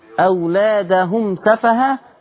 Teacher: ما تغنش الميم، الميم وراها سين